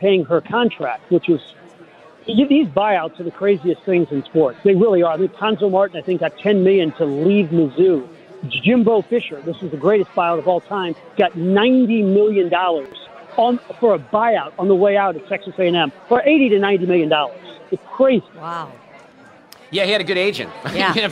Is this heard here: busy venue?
yes